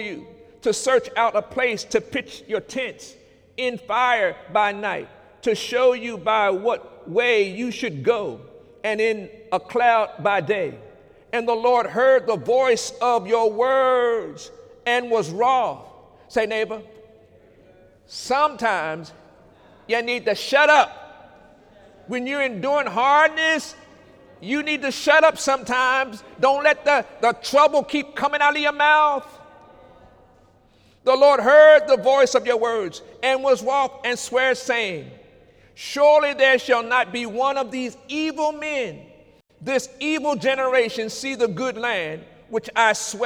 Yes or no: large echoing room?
yes